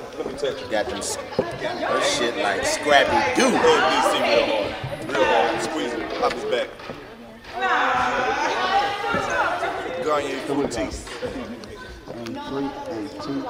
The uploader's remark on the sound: It's live improv comedy with the coldest live band in the game recorded live at the Modell Lyric theater in Baltimore.